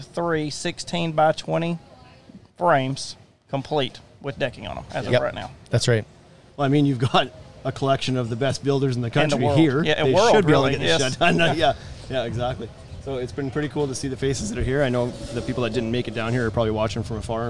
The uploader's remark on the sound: The podcast was live on location at Steel Sharpens Steel in Mount Pleasant Texas!